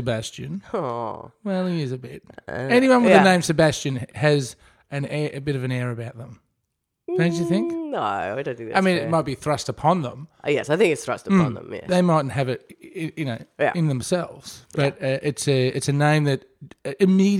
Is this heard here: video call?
no